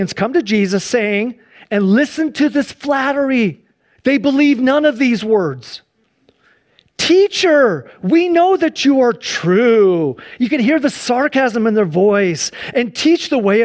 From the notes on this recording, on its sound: Please enjoy this Sunday church service livestream